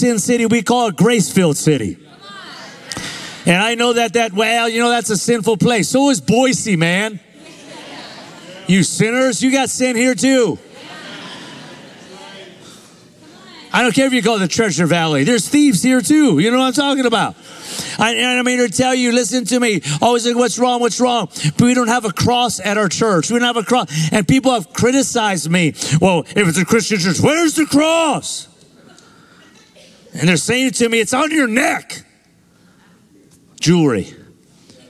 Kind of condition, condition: setting, live audience